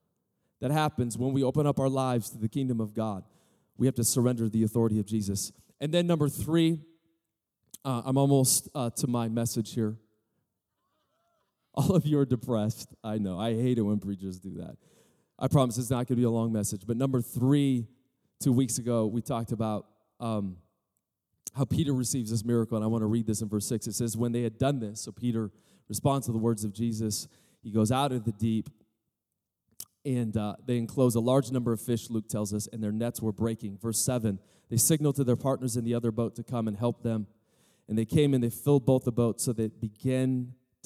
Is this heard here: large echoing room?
yes